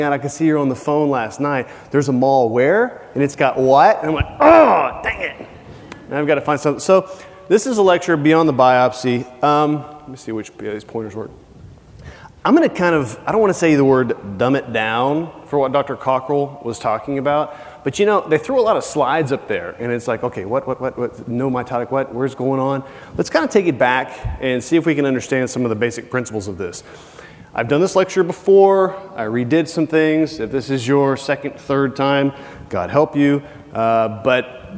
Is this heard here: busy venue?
yes